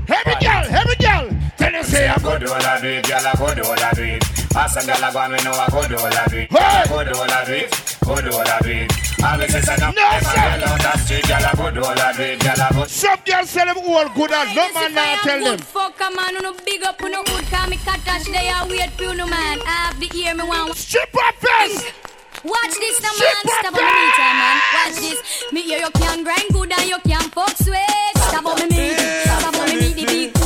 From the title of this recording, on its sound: LIVE AT STRIPPER FEST NOV.10TH 2023